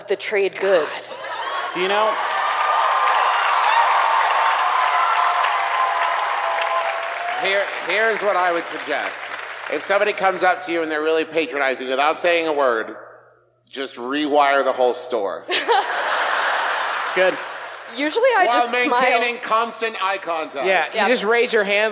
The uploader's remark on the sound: We’re scattered hither and yon this week, so here’s our recent live show from the Shire-esque paradise known as Salt Lake City.